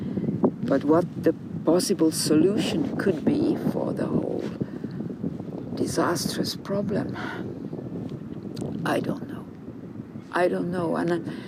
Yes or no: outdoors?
yes